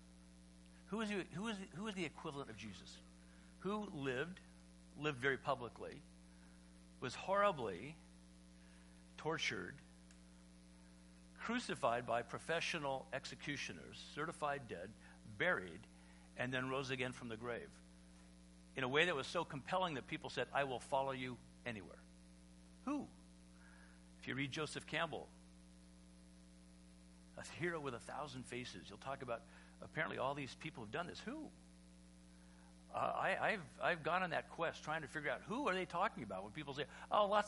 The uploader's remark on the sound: Easter Sunday Service (sermon only).